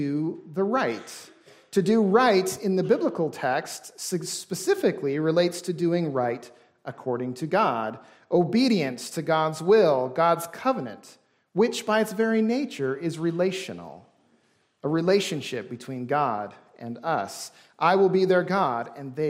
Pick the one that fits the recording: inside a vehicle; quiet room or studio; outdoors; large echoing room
large echoing room